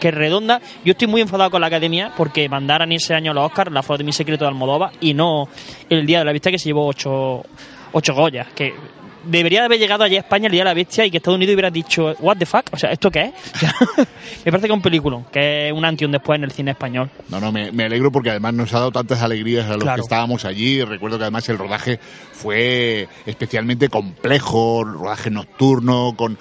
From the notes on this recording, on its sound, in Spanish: En Certamen Audiovisual de Cabra. Grabada desde la 24 edición del “Certamen de creación audiovisual de Cabra el pasado 20 y 21 de Septiembre de 2019.